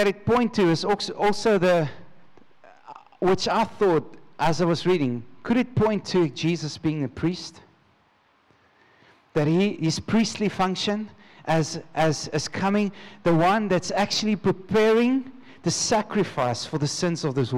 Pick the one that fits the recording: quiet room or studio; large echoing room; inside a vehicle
large echoing room